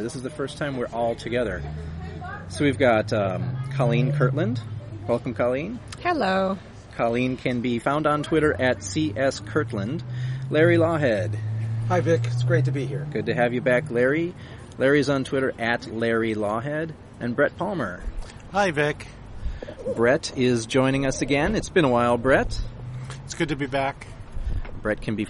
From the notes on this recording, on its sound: outside a Coffee Bean and Tea Leaf in Irvine